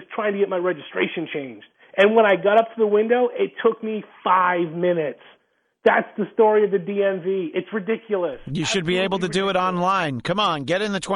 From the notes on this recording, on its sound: back on the phone